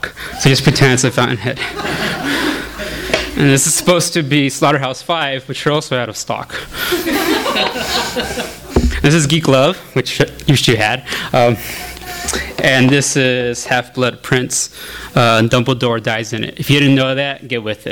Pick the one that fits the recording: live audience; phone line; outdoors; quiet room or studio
live audience